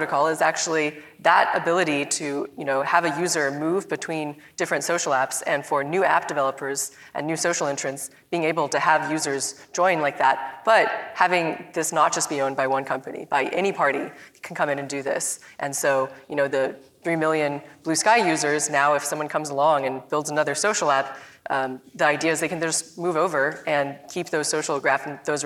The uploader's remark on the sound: We've got a nice fresh live recording for you today! The Knight Foundation's INFORMED Conference. Panel discussion.